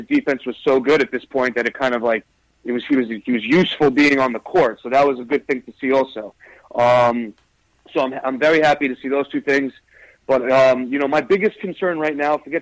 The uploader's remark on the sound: take live phone calls from fans around the world